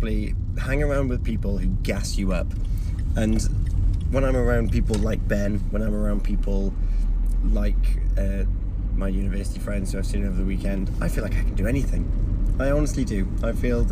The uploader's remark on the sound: Excuse the driving and the distraction - I was staying safe!